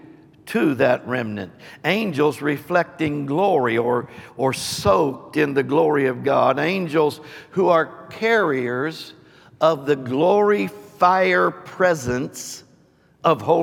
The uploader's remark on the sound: Recorded live.